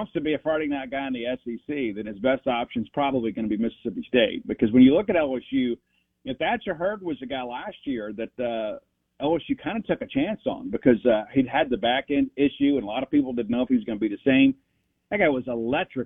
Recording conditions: phone line